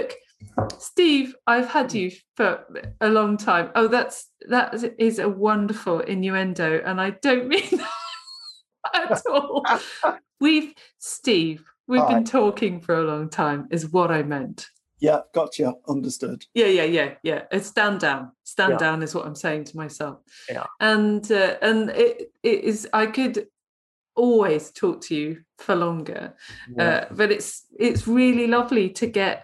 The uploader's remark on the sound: The sound is variable on this episode due to remote recording via Zoom.